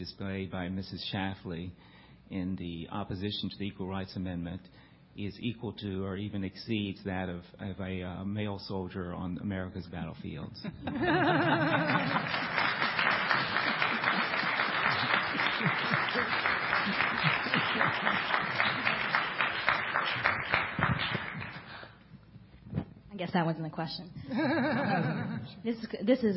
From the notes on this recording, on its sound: The Federalist Society's Civil Rights Practice Group presented this panel discussion at the 2007 Annual National Lawyers Convention on November 17, 2007.